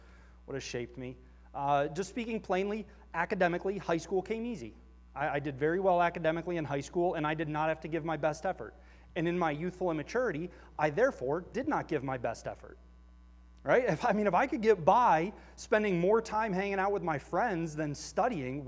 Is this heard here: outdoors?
no